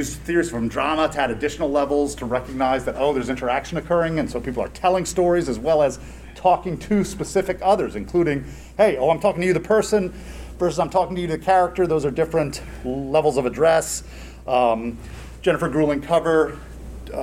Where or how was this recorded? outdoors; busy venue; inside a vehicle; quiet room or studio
busy venue